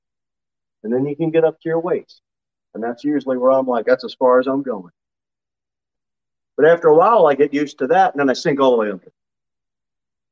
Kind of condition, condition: setting, large echoing room